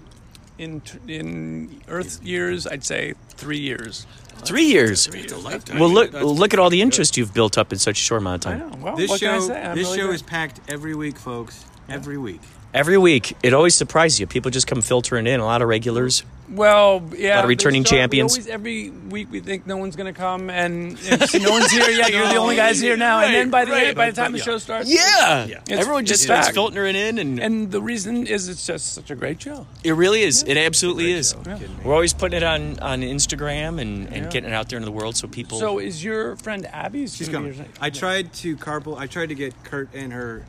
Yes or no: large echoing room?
no